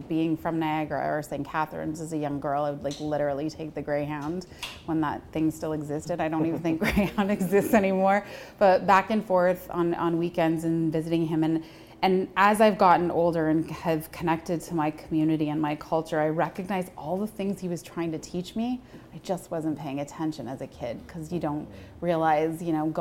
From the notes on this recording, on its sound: In front of a live audience. Held in a live format at Kissa Toronto located in the heart of the city's Entertainment District. Editor's Note: Due to technical issues, the audio in this episode was impacted and not consistent with our usual quality.